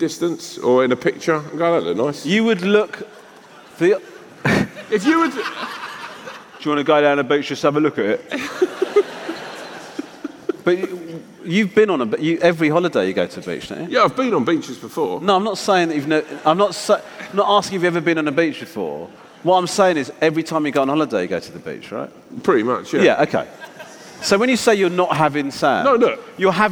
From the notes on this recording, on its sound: Live in London. At the Hammersmith Eventim Apollo.